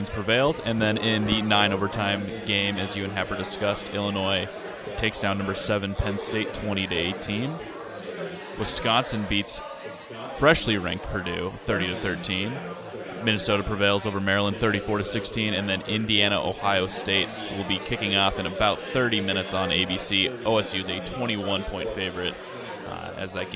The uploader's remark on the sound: Live from Upside Bar and Lounge (27th & Pine Lake)